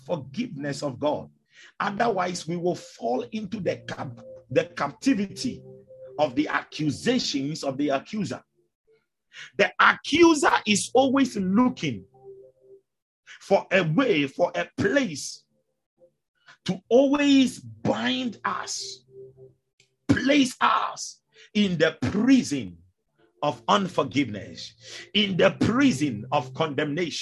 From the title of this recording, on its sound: Zoom meeting